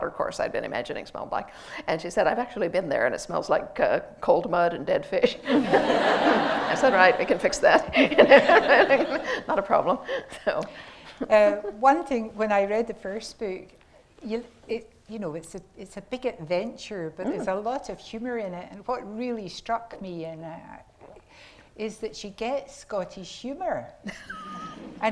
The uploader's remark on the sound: in conversation at the National Museum of Scotland